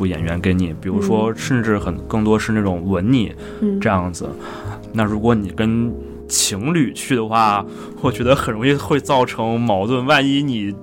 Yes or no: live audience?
no